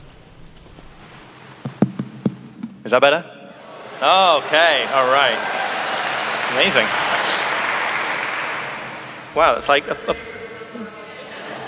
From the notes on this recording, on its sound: Friday afternoon talk at our 2017 Conference in NYC. At St George's Episcopal Church.